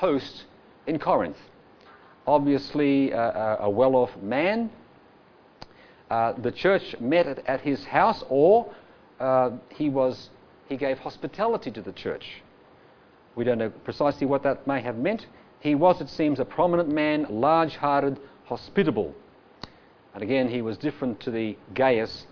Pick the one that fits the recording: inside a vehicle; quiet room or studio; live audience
live audience